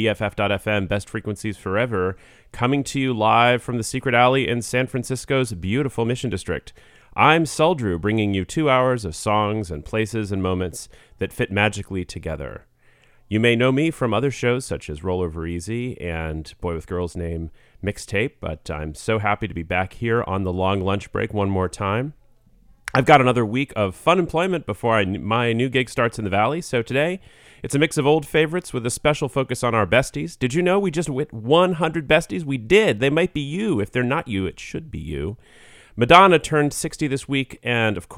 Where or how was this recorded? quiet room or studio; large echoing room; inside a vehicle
quiet room or studio